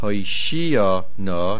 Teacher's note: the stress is on the shin, and there is a dogesh in the nun. The nun, for those who are medaktek, lengthen the sound a little bit.